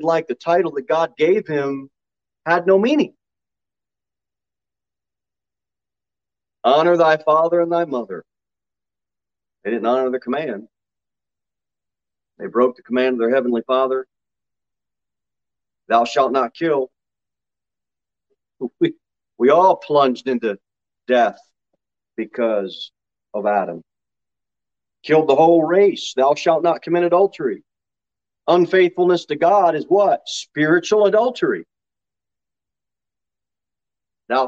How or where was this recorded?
large echoing room